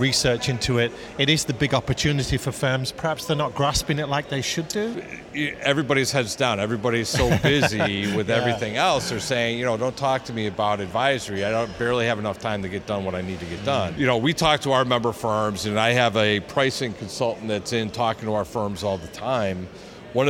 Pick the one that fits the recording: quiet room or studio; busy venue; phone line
busy venue